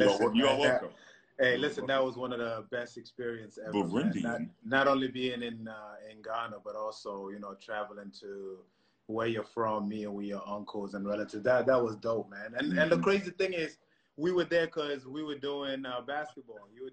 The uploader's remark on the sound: Whilst the world is locked down during the coronavirus pandemic. Predominantly answering questions from fans.